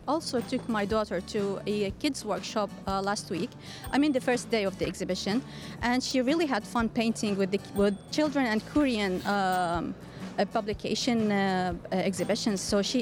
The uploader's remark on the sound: Live from SIBF 2023